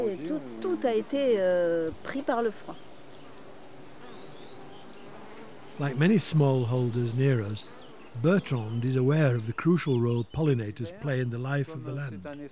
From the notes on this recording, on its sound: Takes us on an immersive tour of the cromlechs and tombs near his home in France. Suffused with birdsong and sounds from the landscapes of the Cévennes.